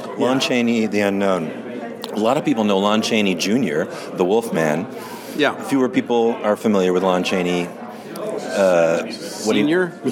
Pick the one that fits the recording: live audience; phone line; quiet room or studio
live audience